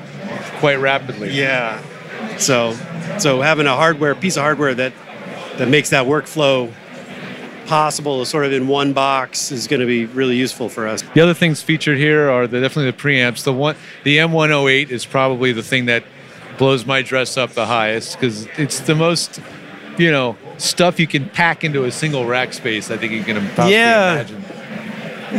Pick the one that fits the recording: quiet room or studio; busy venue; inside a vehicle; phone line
busy venue